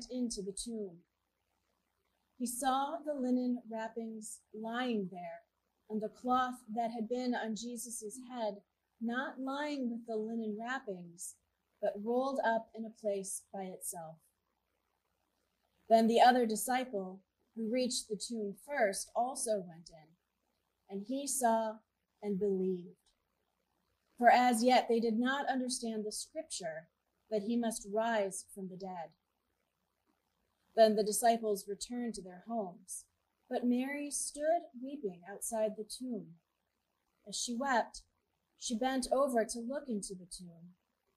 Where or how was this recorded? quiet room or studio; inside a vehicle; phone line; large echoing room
large echoing room